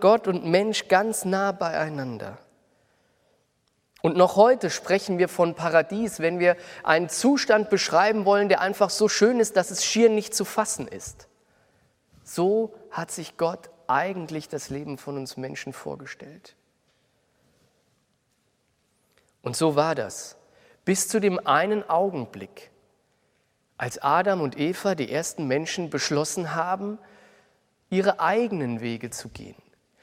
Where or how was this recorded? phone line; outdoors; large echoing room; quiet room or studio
large echoing room